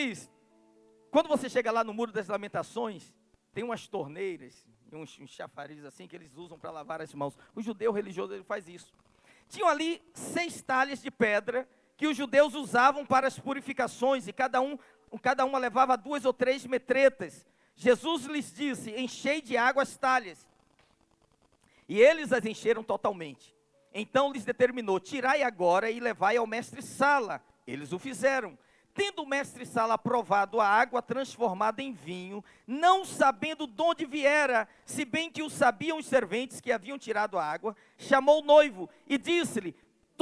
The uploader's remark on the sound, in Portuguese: CULTO AO VIVO